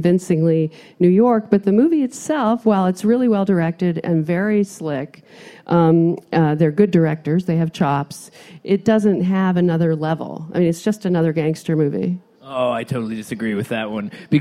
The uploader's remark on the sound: Live From Cannes 2017. With a live audience at the American Pavilion.